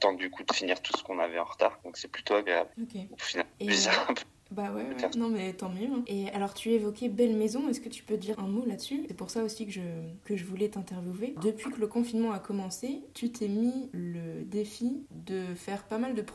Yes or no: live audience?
no